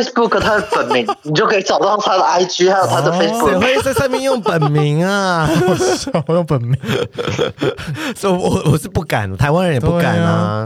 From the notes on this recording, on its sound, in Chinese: 本集跨海連線通話錄音，來賓的音質可能沒辦法像我們這麼美妙(笑)，請大家收聽時多多包涵。